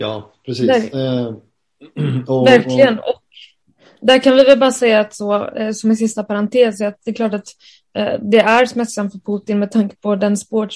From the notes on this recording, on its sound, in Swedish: Träffades återigen för en virtuell inspelning.